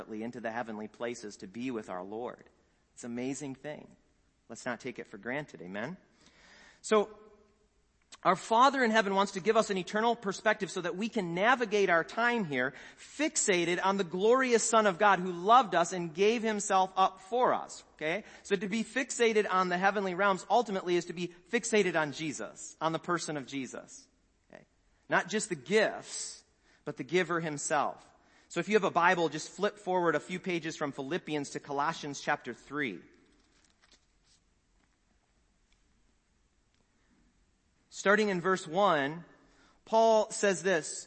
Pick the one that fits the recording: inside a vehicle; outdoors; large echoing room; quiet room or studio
large echoing room